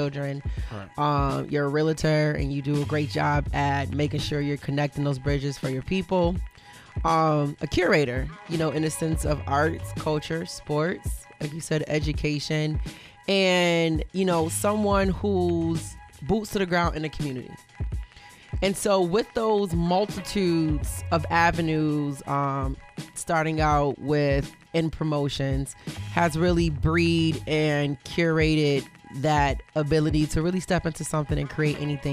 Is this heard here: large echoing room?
no